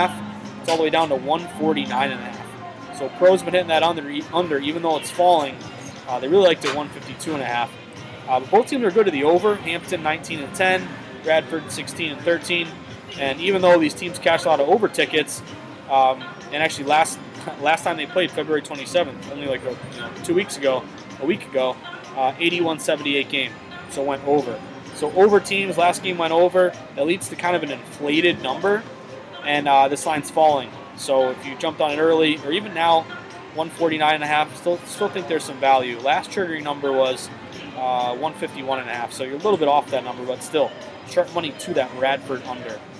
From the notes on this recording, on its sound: Comes to you live from the Tropicana Casino in Atlantic City.